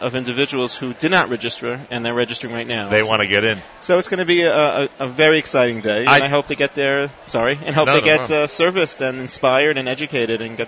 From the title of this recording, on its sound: Live from the Nefesh B'Nefesh Aliyah Mega-Event at the Crowne Plaza Times Square (1605 Broadway) in NYC